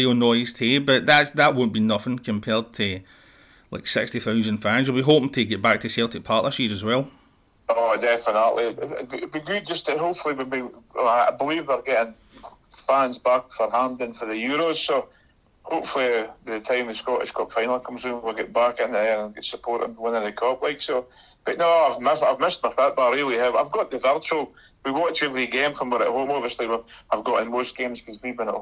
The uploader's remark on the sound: gave him a call this morning and recorded a podcast via the GIGPOD Dictaphone!